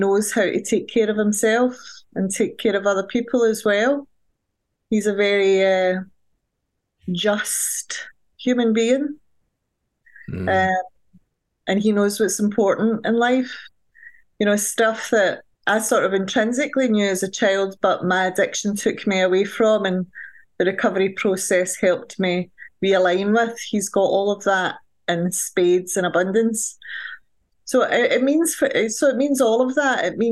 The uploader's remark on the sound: Recorded 11.20.2023 in Raleigh, NC and Glasgow, Scotland, UK on Zoom